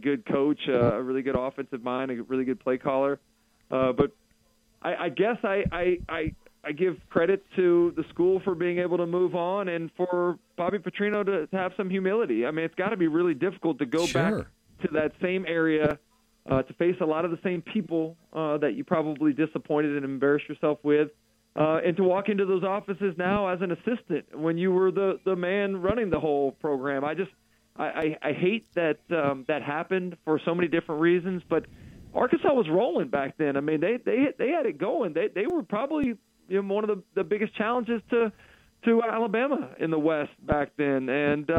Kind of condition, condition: link, phone line